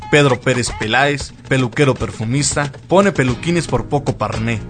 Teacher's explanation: su sonido es bilabial, oclusivo y sordo